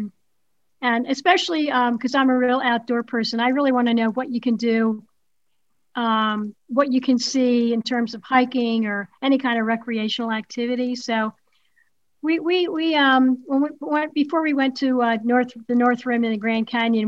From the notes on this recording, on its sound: Over Zoom for a podcast conversation.